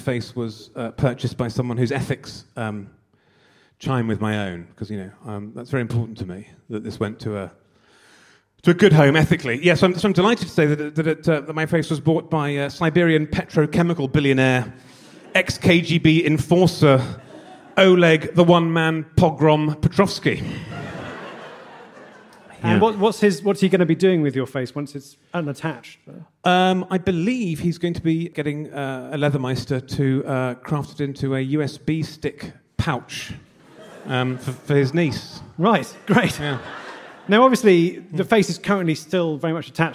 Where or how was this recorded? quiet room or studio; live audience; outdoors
live audience